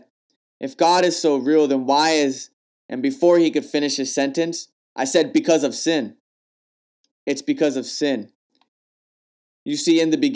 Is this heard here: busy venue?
no